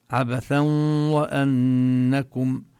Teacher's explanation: ليس فقط أن نشدد الواو، إنما أن نظهر الغنة · Term: إدغام بغنة